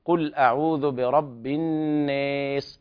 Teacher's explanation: يقرأ بإمالة لفظ الناس المجرورة